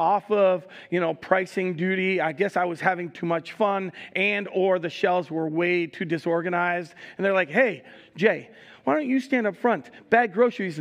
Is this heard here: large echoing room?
yes